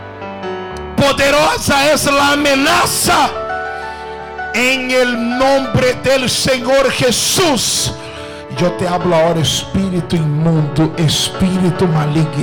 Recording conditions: large echoing room